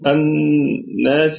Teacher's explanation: فيكون فيها مد طبيعي وصلا وهو عارض للسكون وقفا